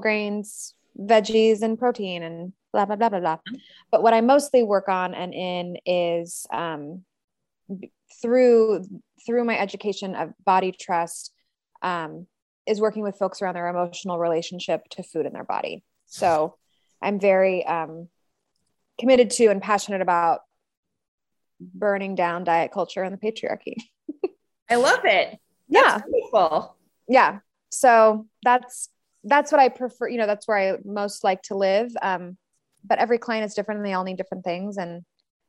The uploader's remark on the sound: Featuring Special Guests "Our Pets" and the "Disembodied Recording Alert Lady Voice of Zoom"!